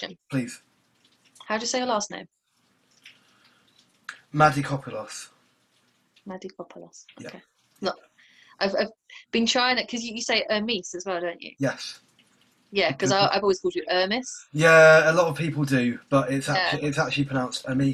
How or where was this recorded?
video call